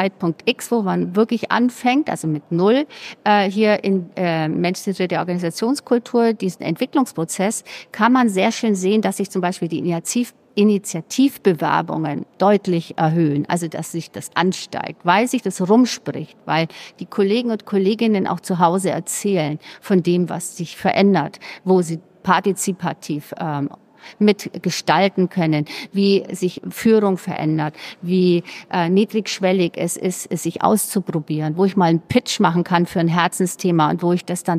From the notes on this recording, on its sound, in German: Bei unserem dritten und letzten Podcast, den wir auf der solutions: Konferenz in Hamburg aufgenommen haben